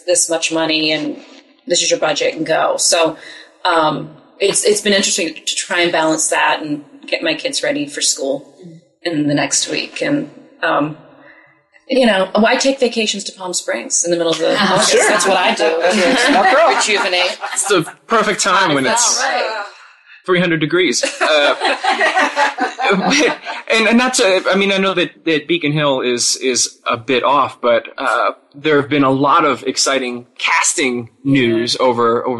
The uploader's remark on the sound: Live from the Hot As Hell web series fan event. Some of the biggest names in web series will be gathered in Palm Springs, California, for the first-ever web series fan event, Hot As Hell. We're taking Soap Central Live on the road for a live on-location show.